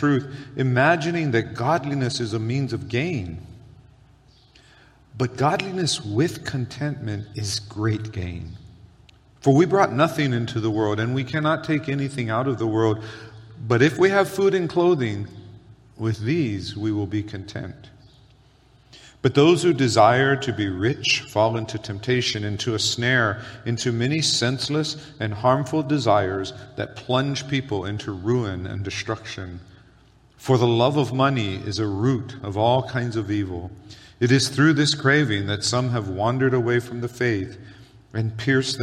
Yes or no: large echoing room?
yes